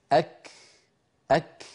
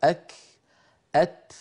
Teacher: يحبسون صوت الكاف والتاء في أول نطقهما وهو صفة الشدة، ثم يفرجون عن الحرف يعني يباعدون طرفي المخرج فيتدفق نفس وليس صوت